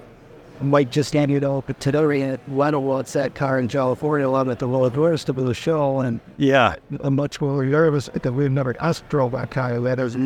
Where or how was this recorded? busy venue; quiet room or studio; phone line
busy venue